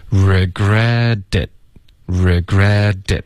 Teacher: 这个 regret 的这个特的音会浊化成一个的